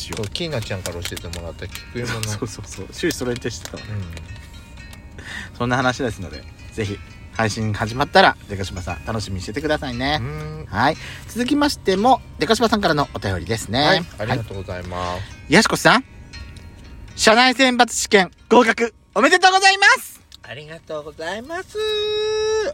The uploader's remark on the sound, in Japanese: 2人組。パーキング収録。